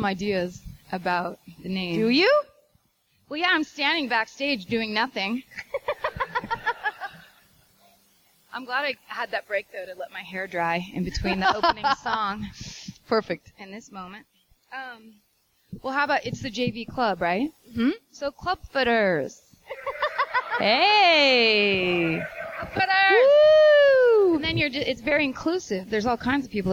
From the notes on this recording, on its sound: Live recording from Portland's terrifically fun Bridgetown Comedy Festival.